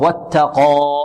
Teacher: واتقى، البعض يقول واتقى، وات، خطأ، واتقى، واتقى، والتاء مرقة والقاف مفخمة